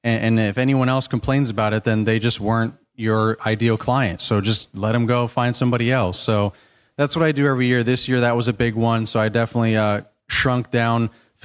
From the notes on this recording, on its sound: Kohler Lawn and Landscape Society Live Panel. This is the conclusion of our Live Panel Discussion at Kohler's event.